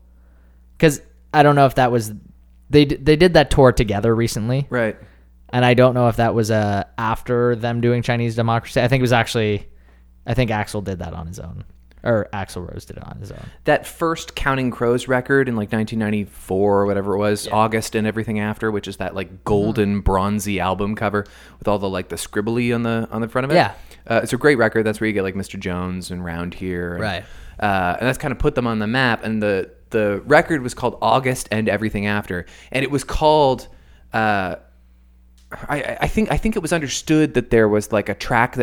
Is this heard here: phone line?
no